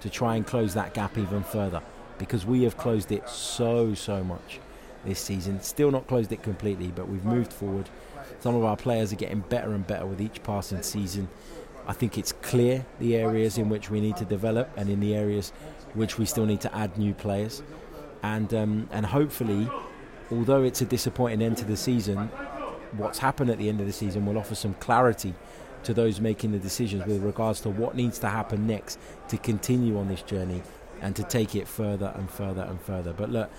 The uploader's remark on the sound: Reacts live from Emirates Stadium.